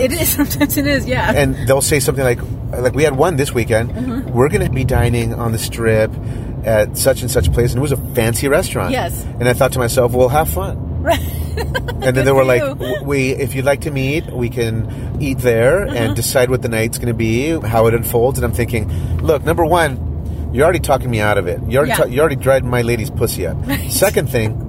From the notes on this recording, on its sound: We recorded this audio in our car while traveling from Las Vegas back to Los Angeles.